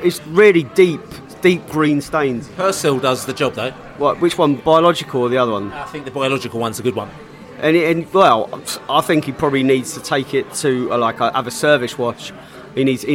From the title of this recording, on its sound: podcast from the Pub